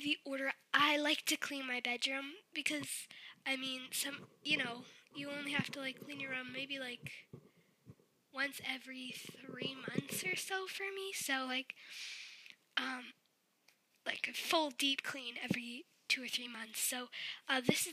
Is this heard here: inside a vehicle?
no